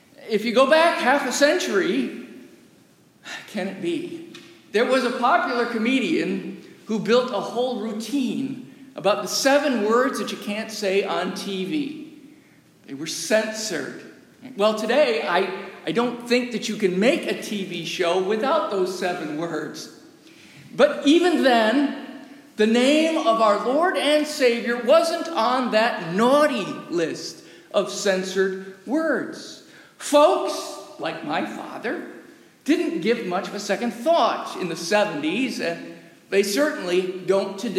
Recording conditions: large echoing room